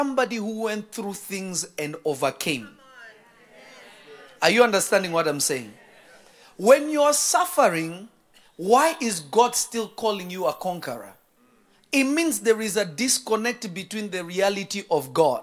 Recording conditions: live audience